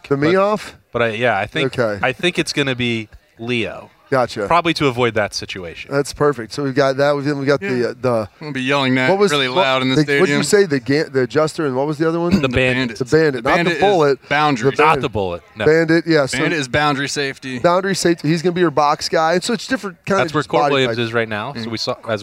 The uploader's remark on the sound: The Lettermen Live crew was back at Roosters on Monday afternoon. There was a lot of ground to cover in the fun, casual conversation.